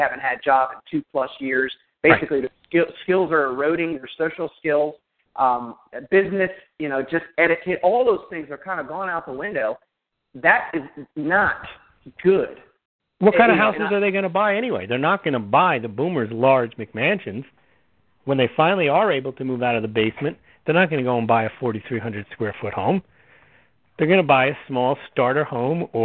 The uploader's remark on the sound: Real Estate 360 Live Call.